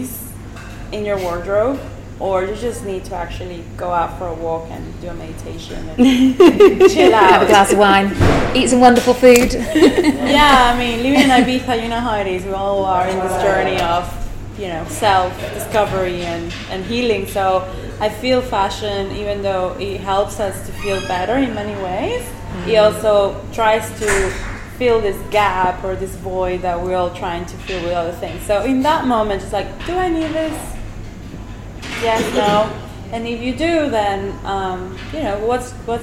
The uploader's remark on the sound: The first in a series of live talks I am hosting on Ibiza, under the banner of The Human Library. The House of Wow.